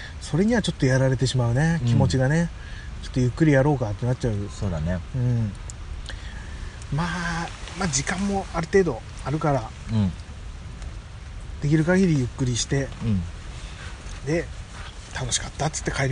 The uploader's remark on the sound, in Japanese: 雨の中の朝食の模様を録音しました。